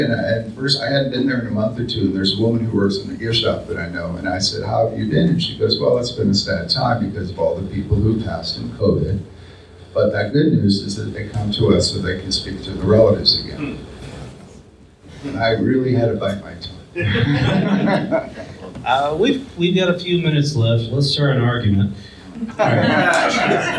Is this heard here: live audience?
yes